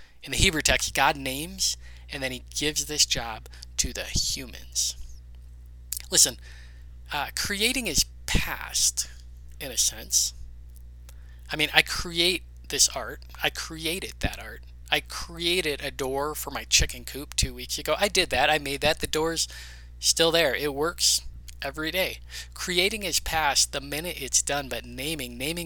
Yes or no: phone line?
no